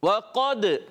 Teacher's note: اعوذ باللہ من الشیطان الرجیم بسم اللہ الرحمن الرحیم بسم اللہ الرحمن الرحیم وَقَدْ پیارے بچوں واو کی ادائیگی کلیئر کریں گے، یعنی ہونٹوں کی گولائی سے واو ادا ہوتا ہے. قاف حروف مستعلیہ یعنی موٹے حروف میں سے ہے، اس کو ہم موٹا کر کے ادا کریں گے